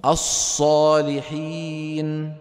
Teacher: ضم الشفتين عند نطق الصاد